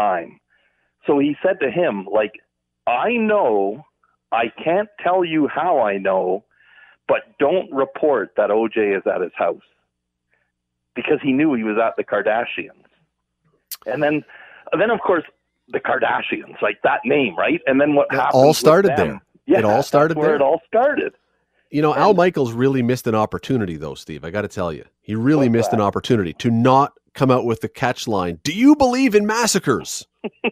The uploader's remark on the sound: opens the phone lines to get your thoughts and opinions.